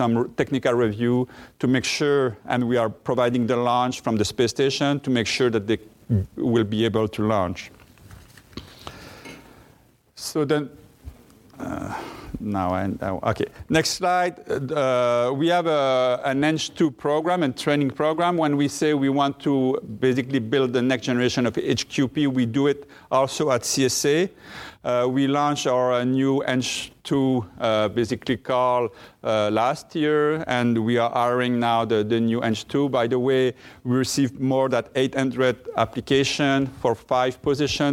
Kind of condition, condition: setting, busy venue